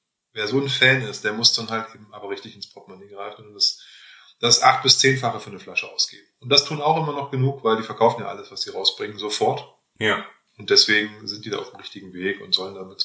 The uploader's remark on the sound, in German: Leide kam es in der Folge zu unerwarteten technischen Problemen, weshalb die Aufnahmequalität sehr zu Wünschen übrig lässt.